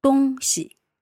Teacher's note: 东, first tone. Yep. 西, neutral tone.